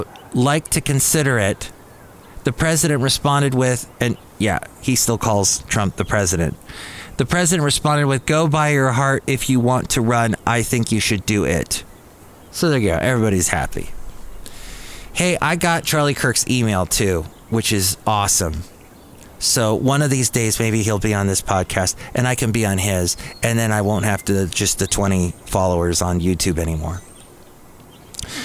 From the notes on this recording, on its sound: podcasts live from Cafe Anyway